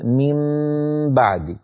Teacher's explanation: الميم بإطباق الشفتين والباء بإطباق الشفتين · حكم القلب يكون بإطباق الشفتين من غير كز. الكز هو الضغط الزائد، يعني نقول من بعد هكذا عادي كما يتكلم الإنسان في كلامه العادي، لا نضغط زيادة من بعد الضغط الزائد، هذا الذي يسمونه الكز لا يصح، ولا المجافة من بعد هكذا نلقي الشفتين متجاف.